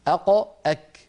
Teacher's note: مخرجهما عن مخرج النون، النون من طرف اللسان كما نعلم، أن والقاف والكاف من أقصى اللسان